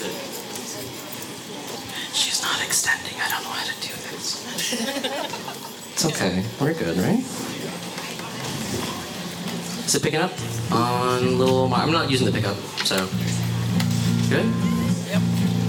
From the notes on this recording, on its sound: Recorded live at Late at the Lake, at Mozart's Coffee Roasters in Austin, Texas on Tuesday, May 23rd, 2023, outdoors on our main stage.